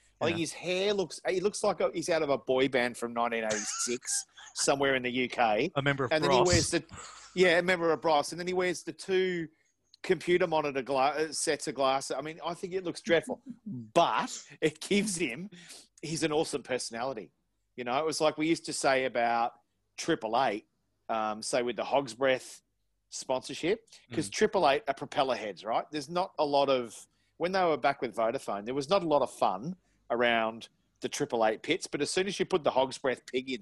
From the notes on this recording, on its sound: we jumped on Zoom